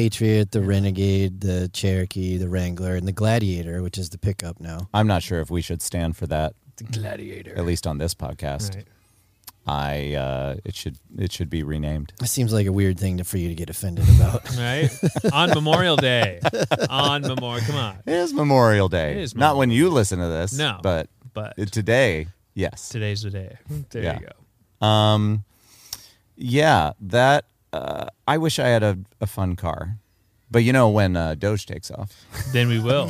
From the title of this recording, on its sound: Don't Record Outside On A Weekend